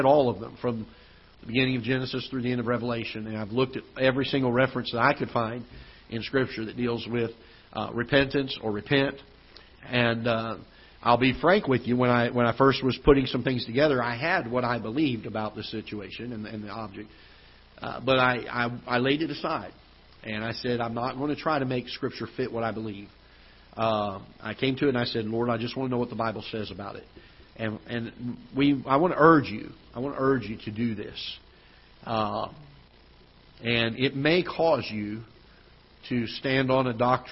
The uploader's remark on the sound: Ketha Heights Baptist Church ~ Live Broadcast.